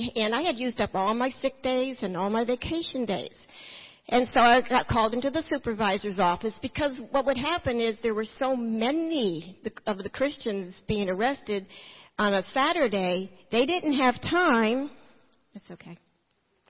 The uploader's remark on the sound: Recorded at New Hope Church in Kodak, Tennessee in 2012.